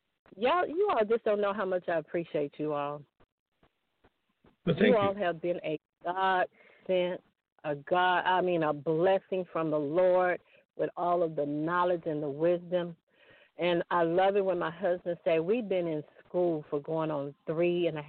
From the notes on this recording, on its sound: TNTSuperfantastic Conference Call